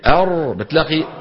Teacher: فلما تقول أنت ري ري، لسان المزمار ما ري، لما تقول أر جرب أر بتلاقي حلقك شو صار فيه، في رجوع لورا وتضيق. هذا من أسباب التفخيم، هذا من أسباب التفخيم. · Term: الراء المفخمة